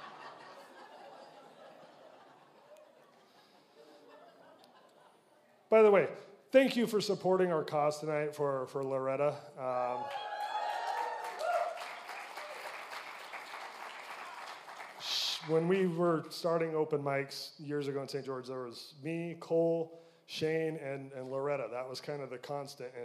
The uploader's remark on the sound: Recorded live at The Electric Theater in St George Utah.